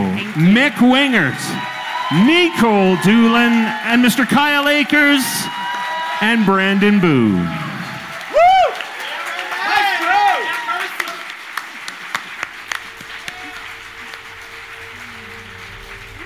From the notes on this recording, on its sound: NoSleep Podcast - Doctor Sleepless at the Stanley Live. A special live bonus episode from the Doctor Sleepless at the Stanley event in Nov 2022.